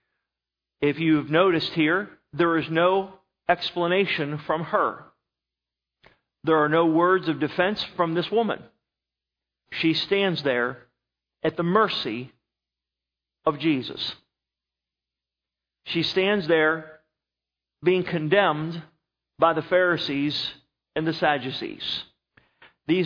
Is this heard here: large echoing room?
yes